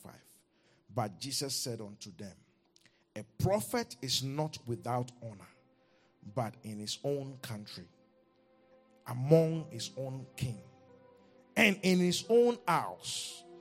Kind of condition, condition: setting, large echoing room